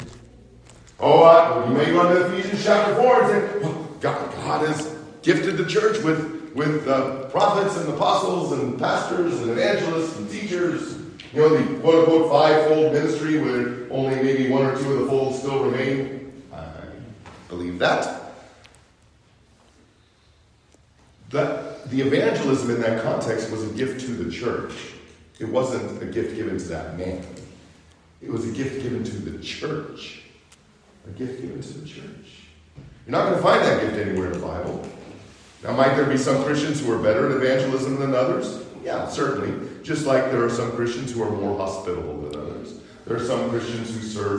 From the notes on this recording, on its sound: Preached during Sunday School at Calvary Baptist Church -Owosso, MI